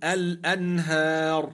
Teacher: الراء ساكنة لأجل الوقف وقبلها ألف مدية تفخم. نعم، ولو وصلنا فيتفخم، ولكن علة التفخيم في الوصل بخلاف علة التفخيم في الوقف.